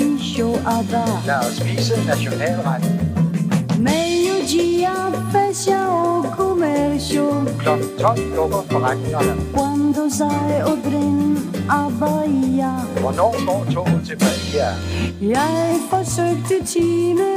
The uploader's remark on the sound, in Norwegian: Live Fra Radiotårnet